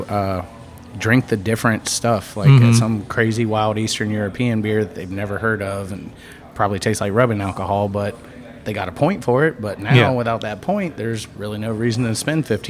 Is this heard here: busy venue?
yes